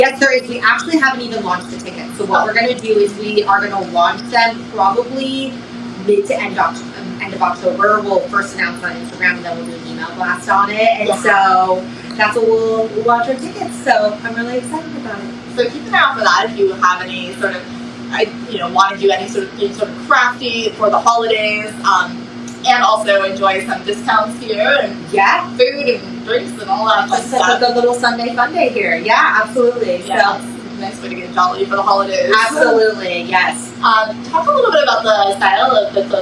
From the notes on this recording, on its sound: PS - please excuse the fan noise - we recorded this during the heatwave! Costa Mesa, CA.